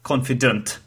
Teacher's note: I pronounced it with ant, but it should be unt, confident.